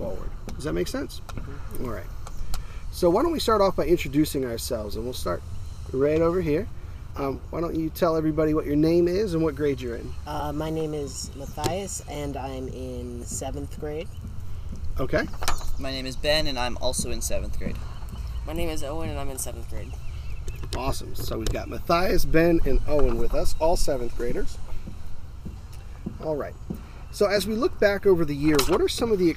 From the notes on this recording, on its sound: We recorded outside so the audio quality will not be what we're used to.